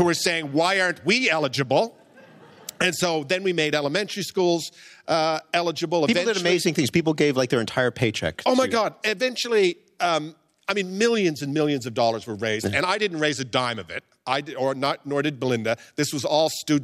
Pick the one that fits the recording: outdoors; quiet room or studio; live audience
live audience